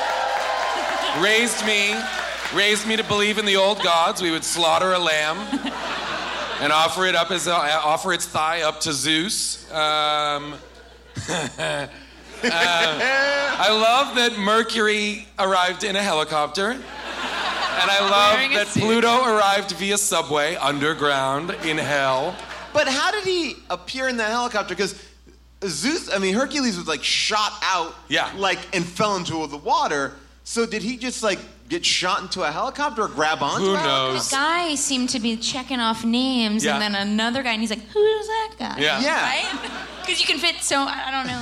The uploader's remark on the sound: Recorded LIVE from Irving Plaza in New York